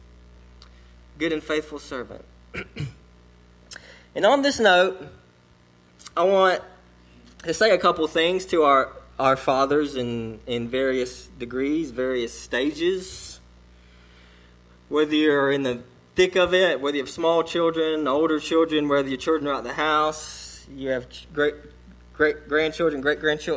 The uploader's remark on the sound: sermon delivered to Cottondale Baptist Church in Eastman, GA